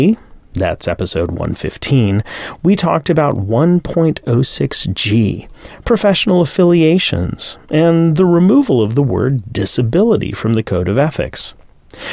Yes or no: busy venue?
no